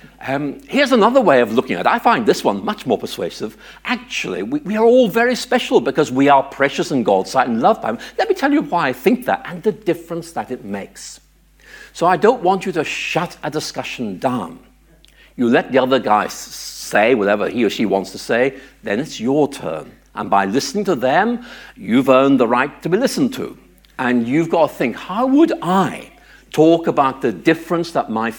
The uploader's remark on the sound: This keynote address was given at Unbelievable?